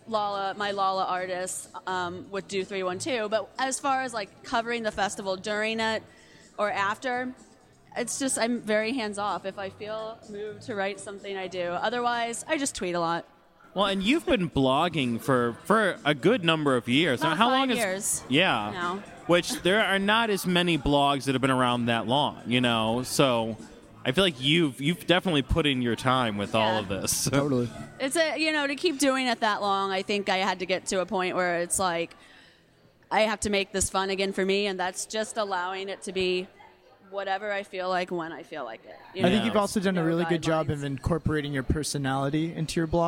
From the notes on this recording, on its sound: In a live podcast panel recorded in May at Rockit Bar & Grill.